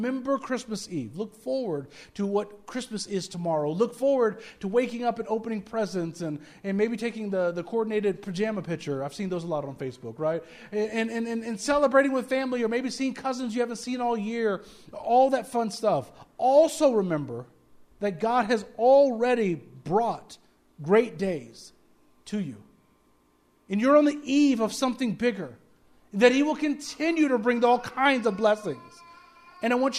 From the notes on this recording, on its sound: speaking at Soma Community Church in Jefferson City, MO on Sunday evening 24 December 2023